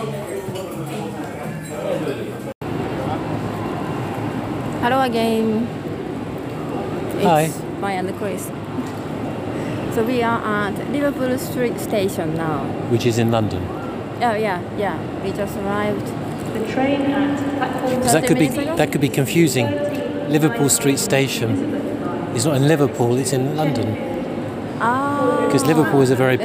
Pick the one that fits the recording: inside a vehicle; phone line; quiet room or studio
inside a vehicle